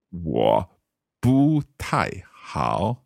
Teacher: Bu is going up and tai is coming down.